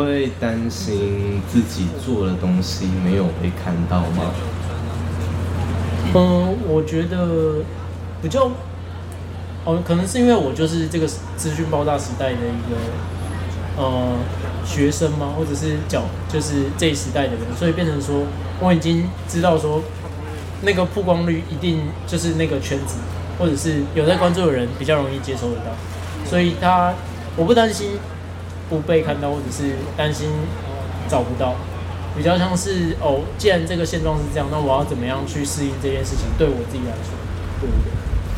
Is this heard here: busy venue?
yes